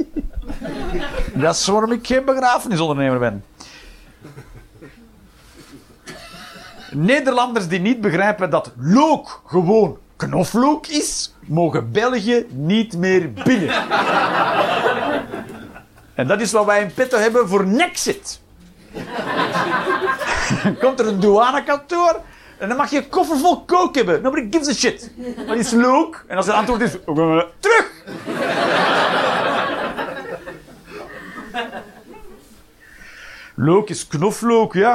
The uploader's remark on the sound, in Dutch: Live 17 Mei 2023, The Joker, Antwerpen